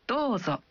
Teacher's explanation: Saat Anda mengatakan Dozo, Anda mengucapkan vokal O dalam Do satu ketuk lebih panjang.